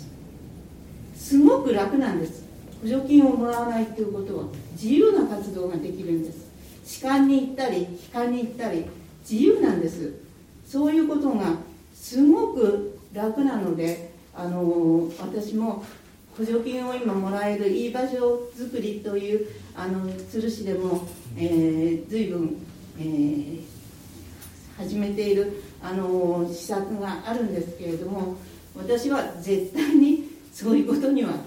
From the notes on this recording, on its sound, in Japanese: 淑徳大学地域創生学部開設を記念して行なわれたフォーラムの模様の一部をオンエア。公開収録。